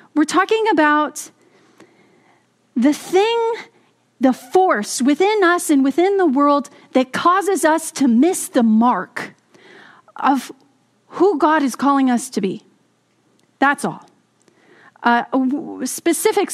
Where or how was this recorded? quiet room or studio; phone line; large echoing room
large echoing room